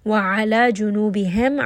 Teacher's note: عَيْن is going to be from the middle of the throat. Make sure you do have a little bit of that friction in the throat.